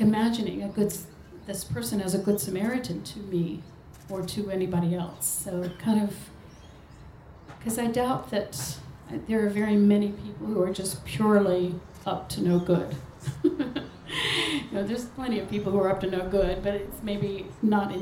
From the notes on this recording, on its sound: It’s a panel discussion recorded live at the M Pavillion in Melbourne late last year.